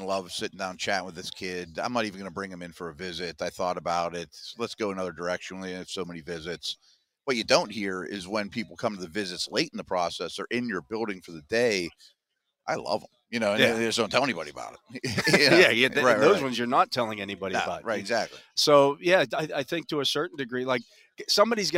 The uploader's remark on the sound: The Drive LIVE from the NFL Combine